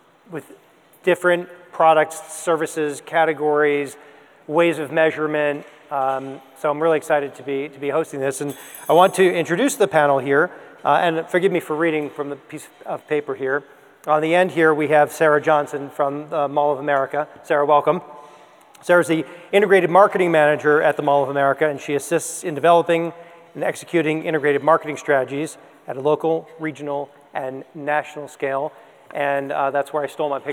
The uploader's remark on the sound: Recorded Live from Hubbard Digital Academy.